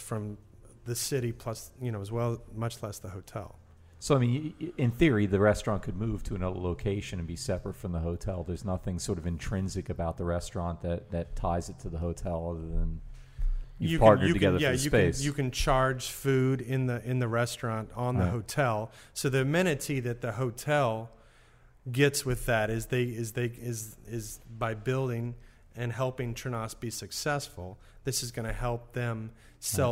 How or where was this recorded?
busy venue